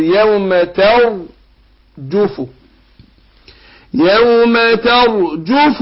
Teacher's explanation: يبقى التاء مرققة وبعدها الراء بفخمة